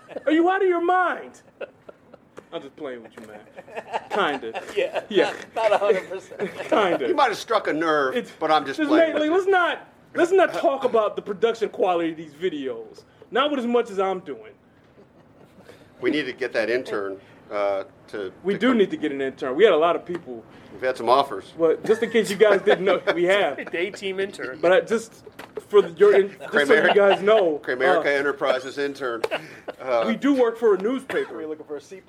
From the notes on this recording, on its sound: Live from AT&T Stadium.